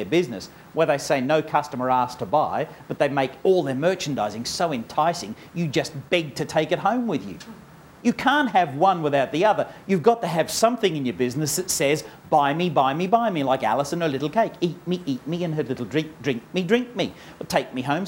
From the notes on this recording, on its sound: Is the recording of a stage presentation based on the book of the same name.